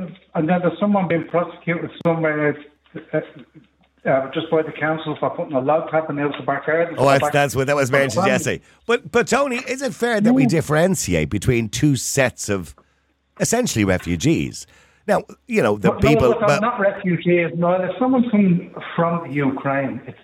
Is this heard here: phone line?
yes